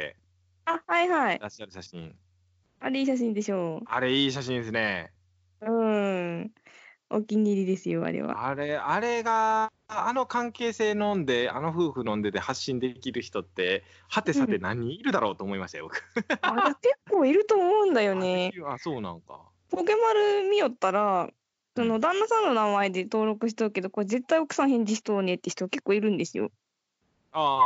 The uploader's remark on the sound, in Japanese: スカイプ機能の録音のため音質が少し悪いです。